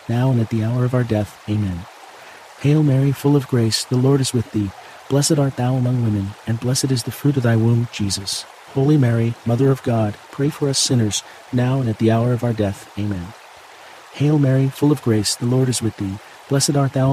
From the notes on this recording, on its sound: Babbling brook, water stream, creek sounds - the gentle sounds of moving waters are here to bring you a natural sense of calm.